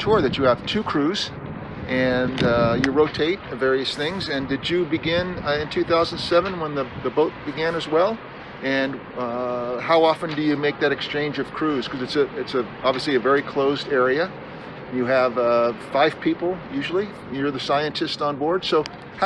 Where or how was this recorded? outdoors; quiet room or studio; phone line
outdoors